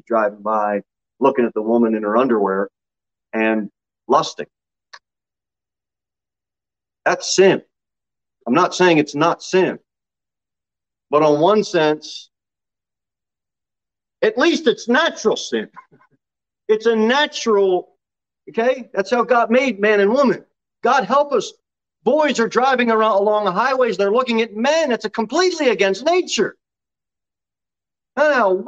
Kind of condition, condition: setting, large echoing room